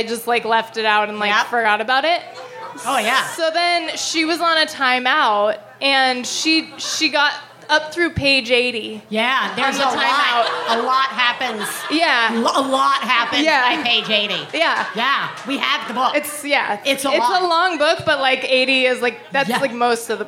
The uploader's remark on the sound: Live From Chicago! Live from the GMan Tavern in Chicago.